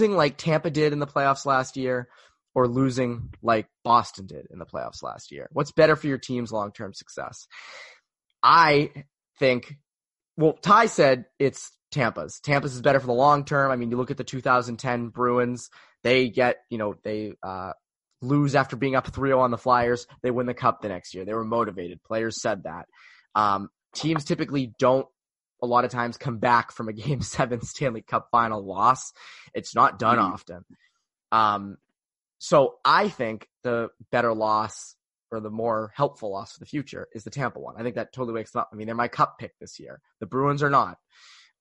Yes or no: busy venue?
no